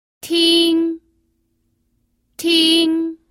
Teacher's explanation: se trata del primer tono o el tono alto